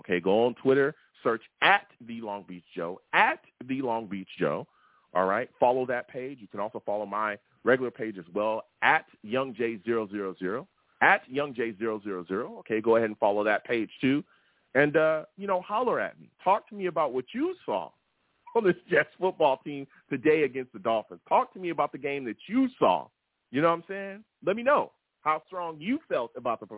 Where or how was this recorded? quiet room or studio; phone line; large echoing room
phone line